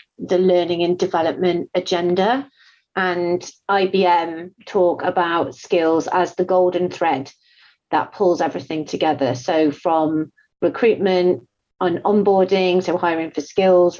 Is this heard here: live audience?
no